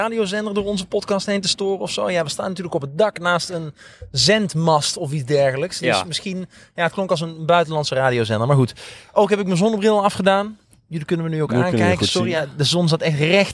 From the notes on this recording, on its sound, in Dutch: Is opgenomen op het dak van de school. Met -3 aan een hangtafel en in het zonnetje.